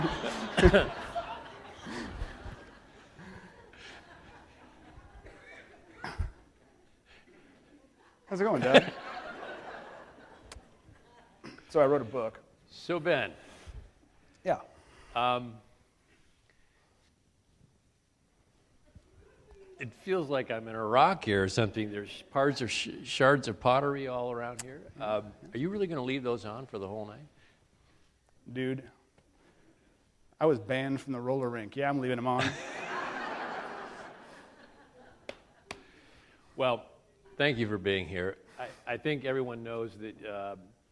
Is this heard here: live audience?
yes